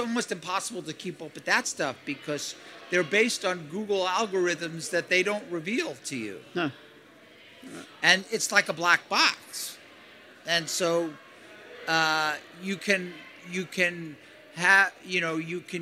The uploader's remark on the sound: LIVE FROM INDUSTRY CITY